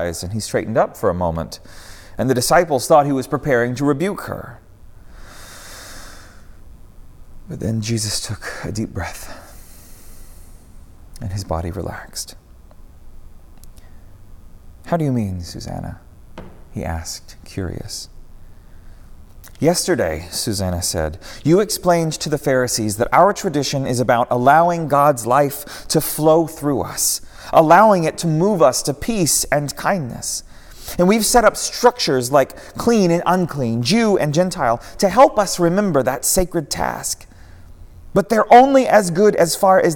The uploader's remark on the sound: preached at Northminster Church